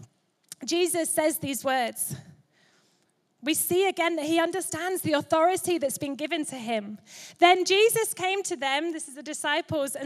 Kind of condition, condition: setting, large echoing room